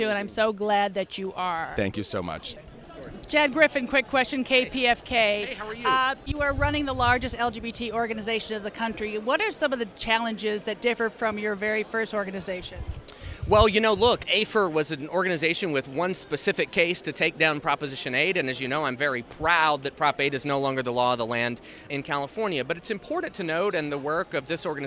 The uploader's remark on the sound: Red Carpet interviews from the HRC Gala in LA